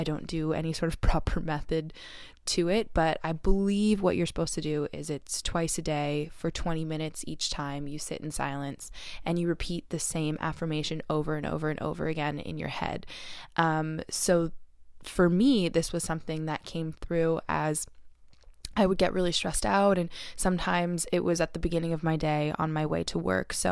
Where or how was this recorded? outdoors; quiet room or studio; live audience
quiet room or studio